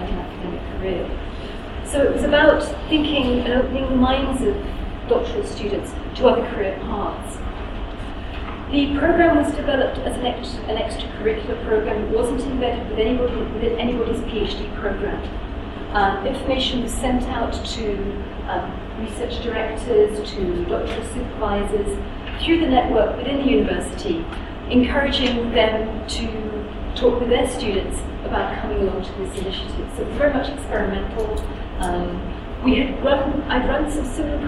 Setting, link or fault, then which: setting, live audience